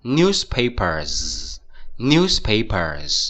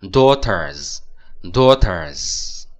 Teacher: 它后面加个 s 之后呢，这个 s 就要发浊音，浊音就是 z